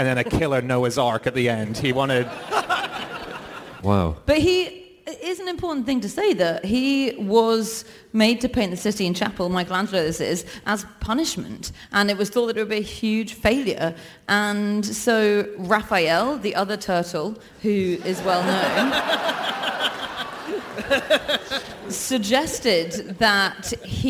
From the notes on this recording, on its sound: Live from Auckland